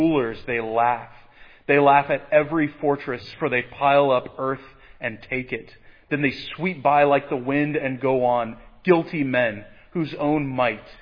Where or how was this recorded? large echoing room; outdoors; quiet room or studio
large echoing room